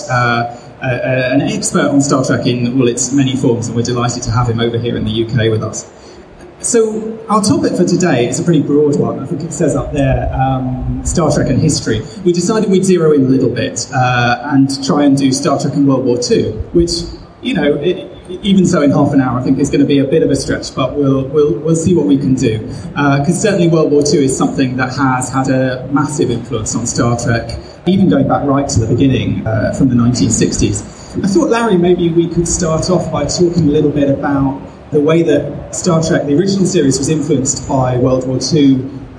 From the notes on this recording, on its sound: Live from Destination Star Trek. We present two panels recorded live at Destination Star Trek in Birmingham, UK.